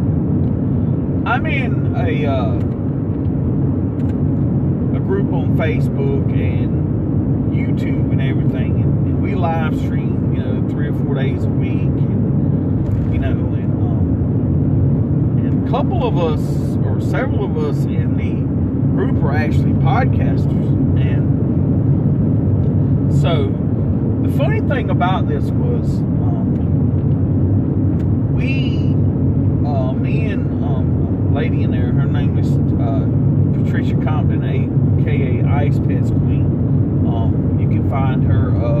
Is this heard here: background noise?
yes